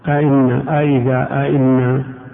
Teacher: تحقيق الهمزتين بمعنى ينطق بالهمزتين مع التحقيق